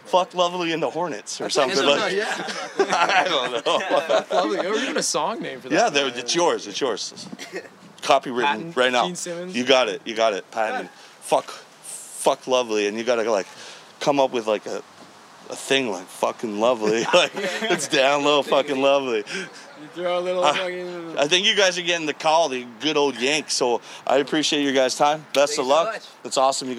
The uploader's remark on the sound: Live from HitsFest in Uxbridge